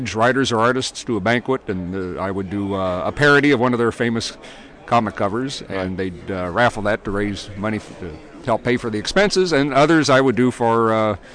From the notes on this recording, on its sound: We are “live” from Heroes Con 2007 for day 3!